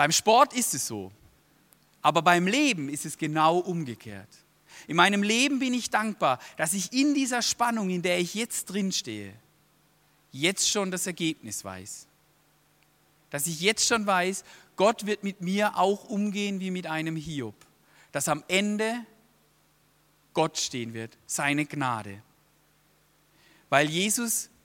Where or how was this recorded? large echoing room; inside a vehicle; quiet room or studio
large echoing room